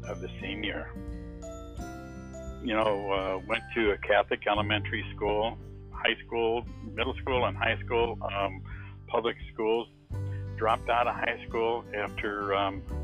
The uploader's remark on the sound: testimonial on the phone